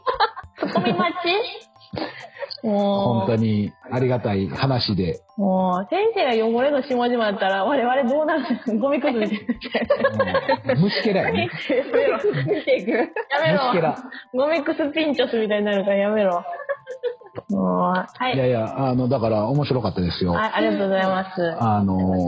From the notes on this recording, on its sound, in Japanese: 今回最初の３０分ほどの音声が大変乱れております。複数人が同じ部屋で別々のPCやスマホから収録を行ったことが原因です。途中からは３人で１台のPCにて収録したことにより音の反響がなくなりました。